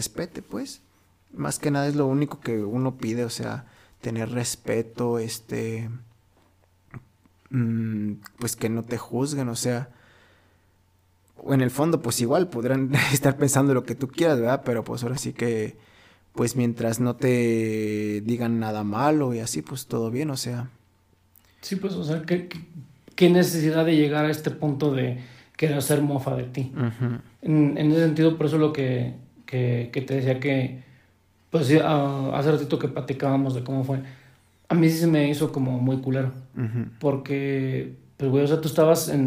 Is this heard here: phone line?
no